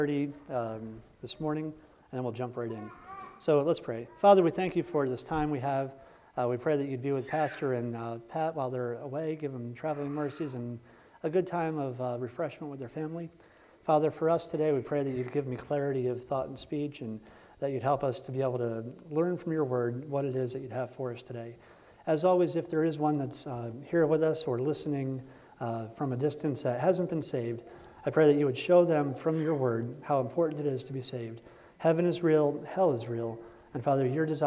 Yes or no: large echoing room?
yes